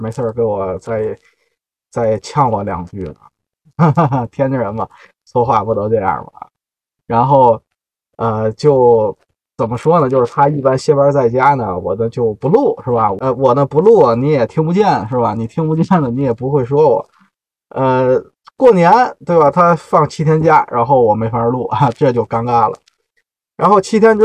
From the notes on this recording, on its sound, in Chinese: 本期录音在车里录的，效果略有瑕疵，各位包涵。